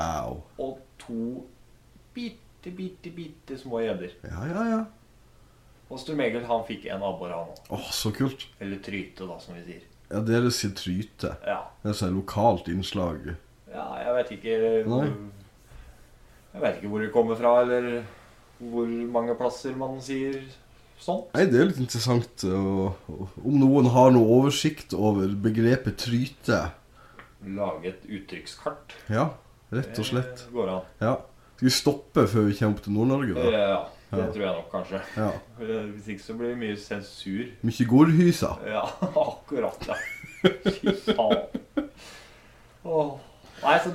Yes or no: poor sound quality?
yes